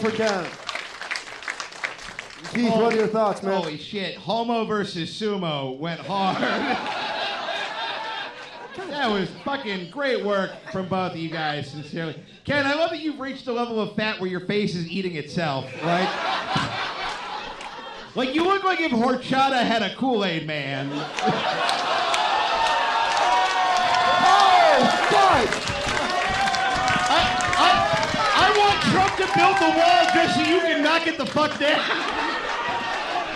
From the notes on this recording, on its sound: Recorded September 2022 at the Lincoln Lodge in Chicago, IL